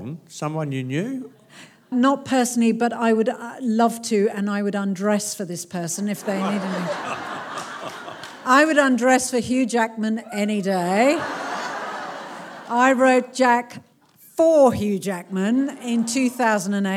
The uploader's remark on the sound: This talk was recorded at the Marion Cultural Centre in front of a packed out crowd of people.